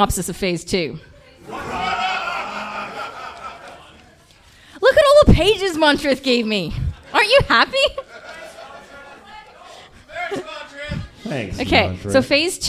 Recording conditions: live audience